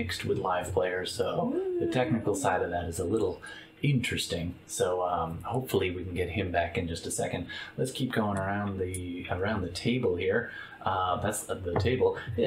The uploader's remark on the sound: Sorry about the echo on the feed, we did eventually fix that but not this episode.